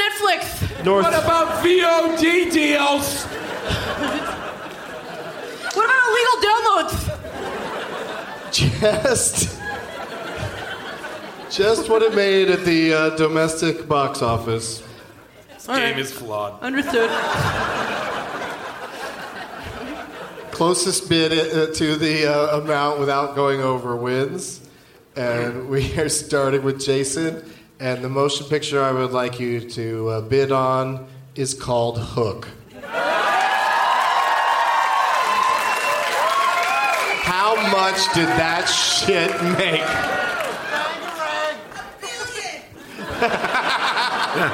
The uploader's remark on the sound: Live from the Gramercy Theatre in NYC